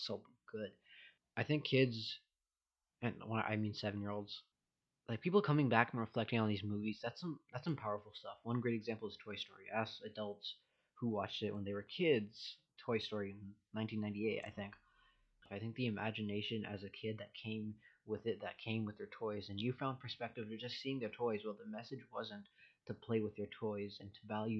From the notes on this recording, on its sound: Sorry for the mic quality, better one on the way.